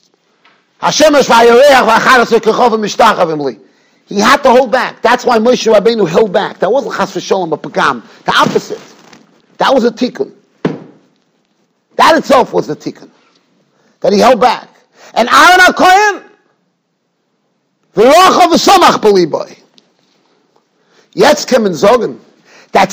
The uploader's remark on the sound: Shiur recorded in Yeshivas Ohr Reuven, Monsey, NY.